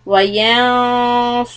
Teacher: noon is ikhfa followed by heavy letter sod, so the quality of ikhfa will be heavy, and the ra sukun is also heavy because it is preceded by dhamma.